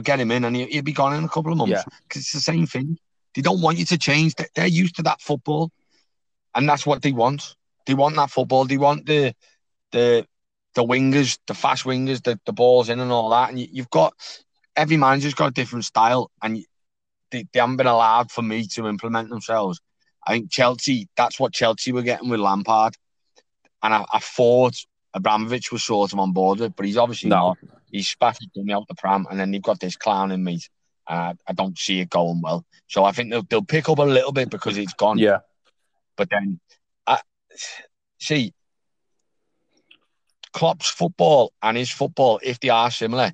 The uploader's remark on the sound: In the car